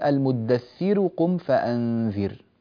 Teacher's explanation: هذه الراء لما وقفنا عليها فهي راء ساكنة وقبلها مكسور، ولذلك فهي مرققة. وننبه من أراد أن يصل هذه الراء إلى العناية بالترقيق كذلك، فهي مضمومة وقبلها مكسور. فيقول المدثر قم فأنذر، فهي مضمومة وصلا.